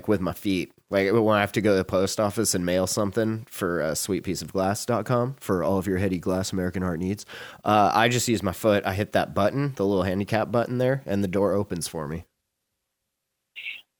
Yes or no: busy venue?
no